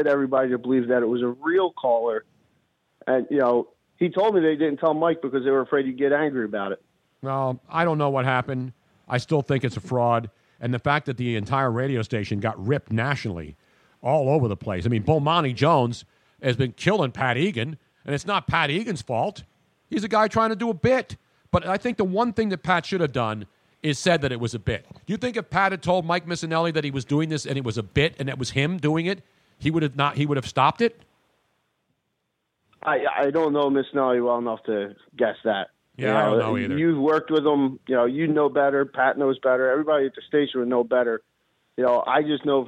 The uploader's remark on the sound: our phone lines were up and running full blast!